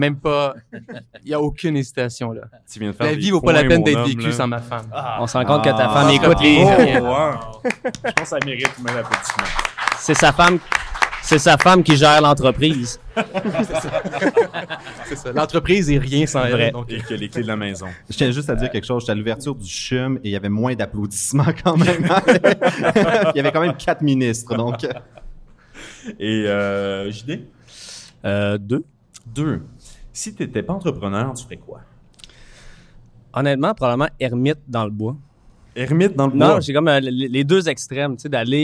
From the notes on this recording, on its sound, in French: Devant public au Desjardins Lab.